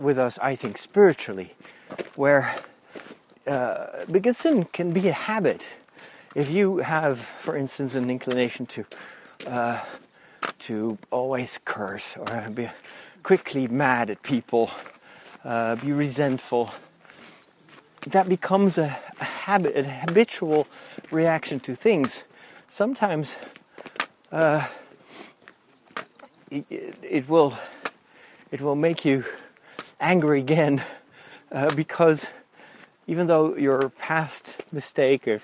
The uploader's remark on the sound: In this special second episode recorded while walking the Camino.